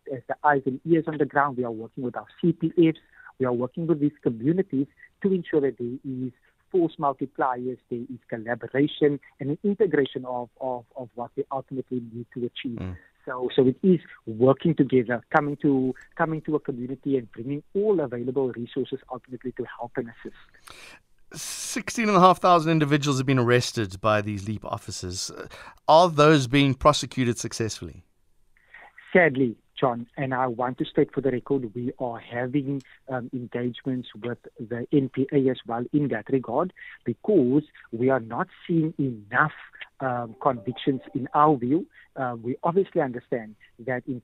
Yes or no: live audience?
no